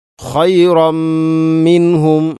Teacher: പൂർണ്ണമായിട്ടും തൻവീനിനെ മീമിലേക്ക് കൂട്ടിലയിപ്പിച്ചുകൊണ്ട് ഓതണം. · Term: ഇദ്ഗാം